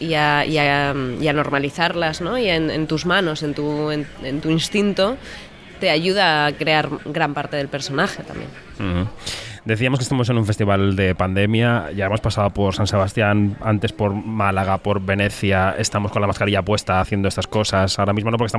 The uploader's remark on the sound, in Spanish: charlaron con Kinótico en el Festival de Sitges 2020